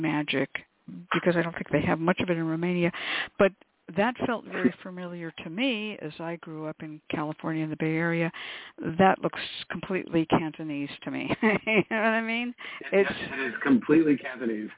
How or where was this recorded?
phone line